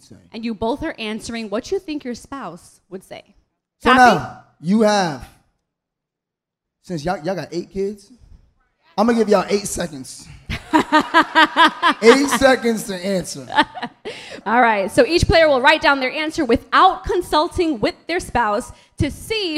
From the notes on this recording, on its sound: Live from DC! Live at the Howard Theatre in DC.